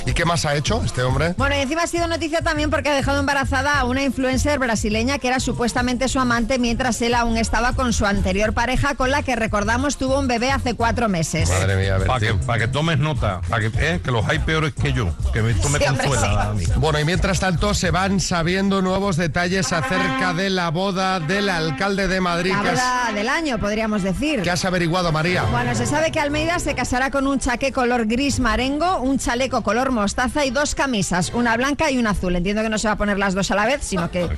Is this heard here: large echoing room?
no